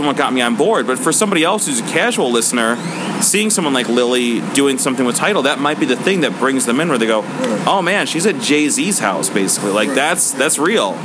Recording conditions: busy venue